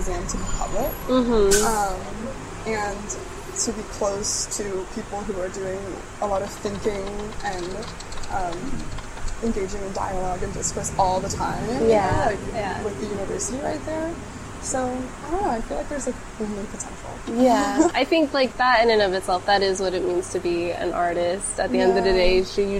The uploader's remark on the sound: Episode recorded at Doshi House, Houston